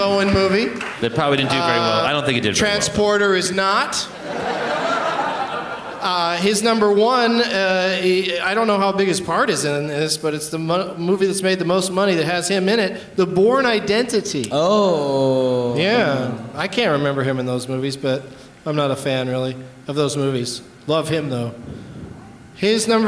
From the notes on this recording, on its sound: Live from the Stateside Theatre in Austin as part of SXSW